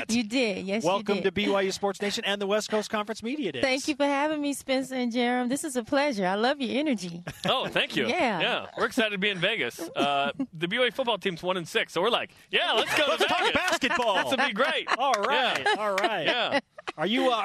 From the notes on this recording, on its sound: BYU Sports Nation is live from the Orleans Arena in Las Vegas for WCC Basketball Media Days!